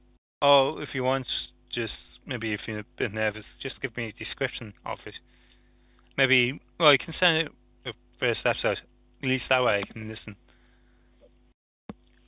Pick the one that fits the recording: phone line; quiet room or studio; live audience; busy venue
phone line